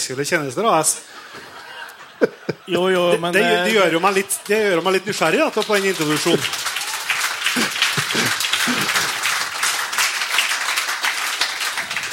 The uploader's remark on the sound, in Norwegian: Jakt og historier live fra Lierne. Denne gangen er det et opptak fra en livepodkast i Lierne i sommer, først har vi med en gjest som på ingen måte visste han skulle på scenen.